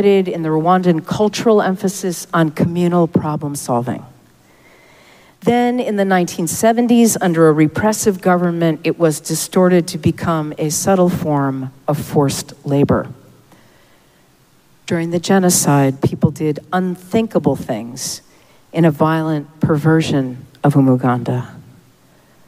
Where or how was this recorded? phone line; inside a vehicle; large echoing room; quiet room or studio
large echoing room